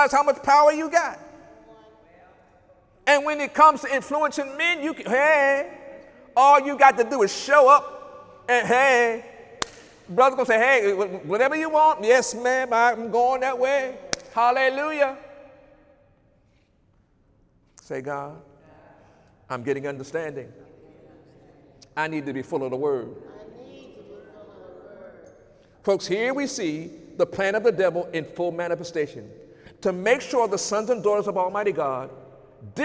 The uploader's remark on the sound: During Sunday morning service on July 21, 2019